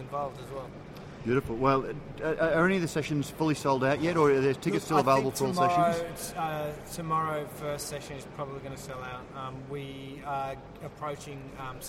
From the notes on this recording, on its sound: Radio Brews News live from GABS 2013. Live at the Great Australian Beer Spectapular.